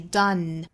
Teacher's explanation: Done 这个词结尾的发音呢是舌尖底上齿音用鼻腔发声前鼻音的嗯的发音，所以是 Done A bad deed done with compassion is still a